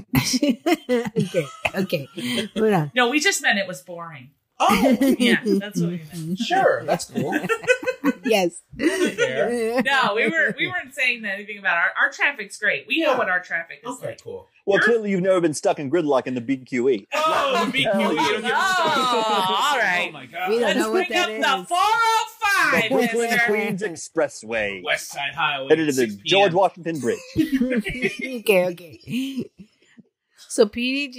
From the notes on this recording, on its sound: Apologies for the audio on this one, we're re-learning how to be in the same room as other humans again.